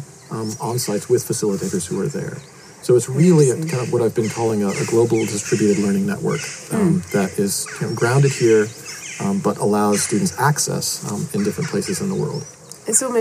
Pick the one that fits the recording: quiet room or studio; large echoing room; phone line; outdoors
outdoors